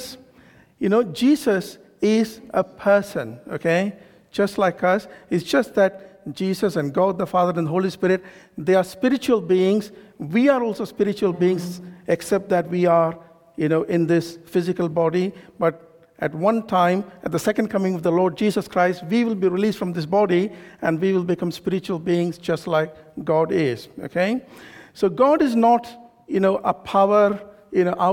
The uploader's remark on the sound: This sermon was recorded on Sunday 24th September 2023 at our Great Denham venue.